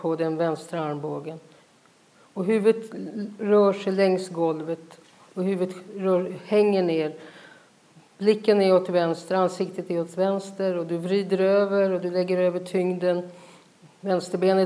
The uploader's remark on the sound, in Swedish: Detta är en liveinspelning av en feldenkraislektion i grupp på Feldenkrais Skolan. Publicering på SoundCloud är godkänd av de närvarande.